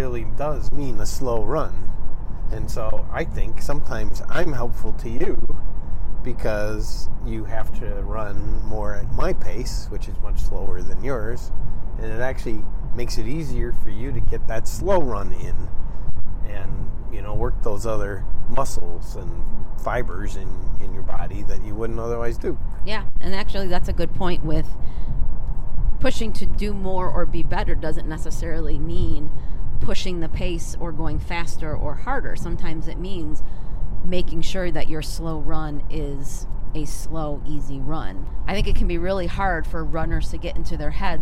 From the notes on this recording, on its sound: We are in the car, so some of the audio is not ideal.